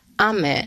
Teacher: ob du sagst Ame, also von oben nach unten sozusagen, ob die erste Silbe höher ist als die zweite oder ob du sagst Ame von unten nach oben. · Term: die Melodie